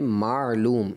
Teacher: ایسا معلوم ہوا جیسے آپ نے عین میں کلکلا کر دیا ہو